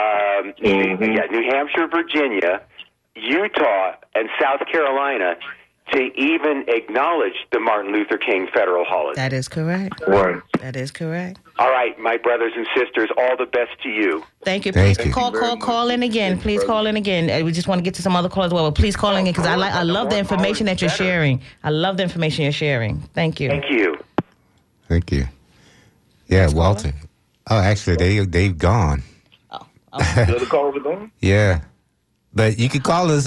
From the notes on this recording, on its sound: unique magazine format call-in show